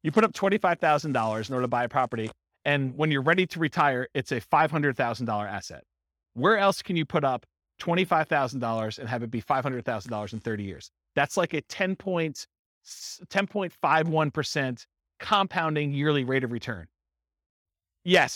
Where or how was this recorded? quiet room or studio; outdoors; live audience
live audience